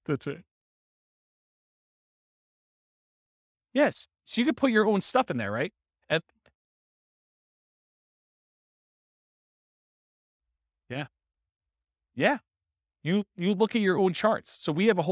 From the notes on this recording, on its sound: This was a live class recorded.